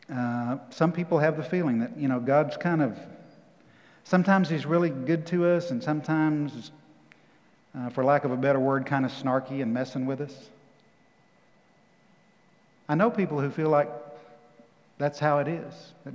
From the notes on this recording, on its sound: Recorded live at The Fellowship in Nashville on June 13, 2021.